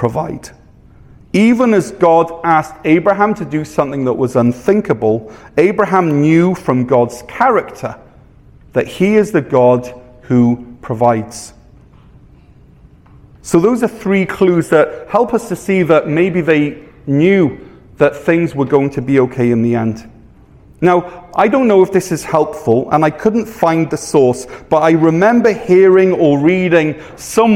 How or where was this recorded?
large echoing room